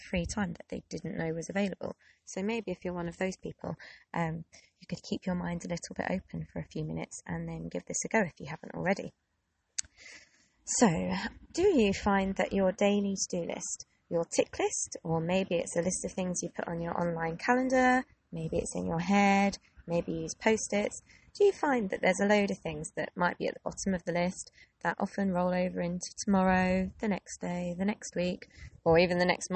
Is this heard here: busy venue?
no